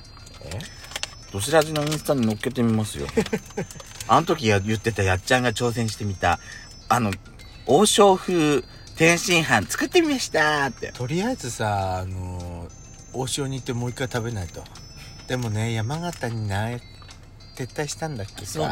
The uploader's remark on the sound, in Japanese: パーキング収録